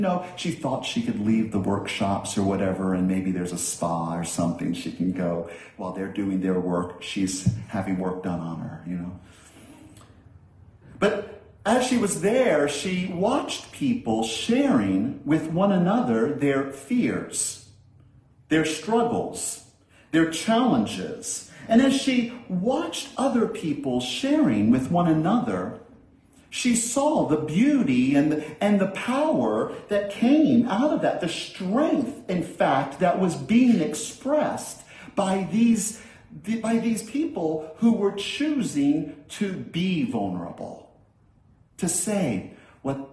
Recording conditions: large echoing room